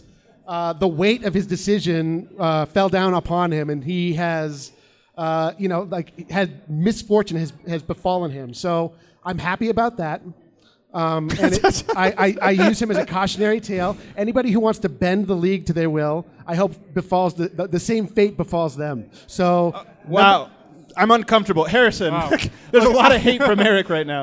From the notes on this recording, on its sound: Live from Blake Street Tavern. Share the stage with guests and fans of the show.